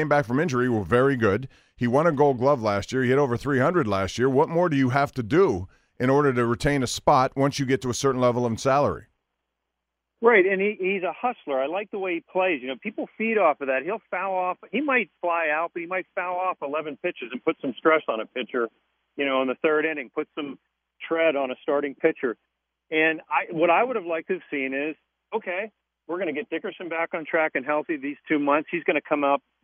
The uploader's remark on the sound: Phone calls from the fans